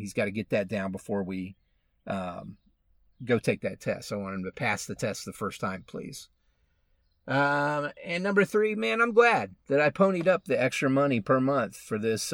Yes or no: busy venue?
no